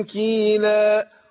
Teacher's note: غنة النون دي بتخفى وبتبقى الايه يعني بيذهب ذات النون وتبقى الصفة بتاعتها اللي هي الايه الغنة